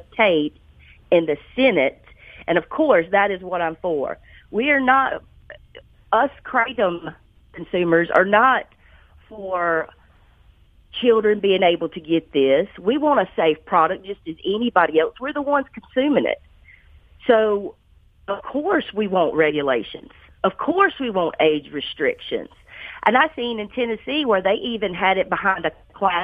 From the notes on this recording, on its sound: joins me on the phone